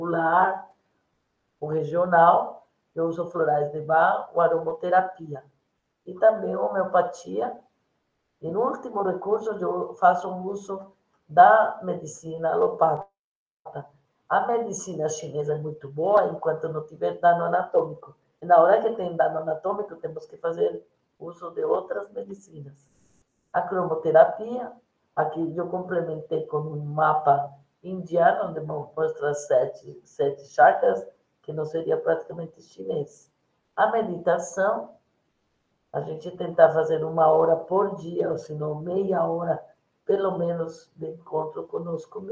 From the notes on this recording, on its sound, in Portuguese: O áudio foi retirado da terceira aula da Liga Acadêmica de Medicina Integrativa e Complementar (Unesp - Botucatu)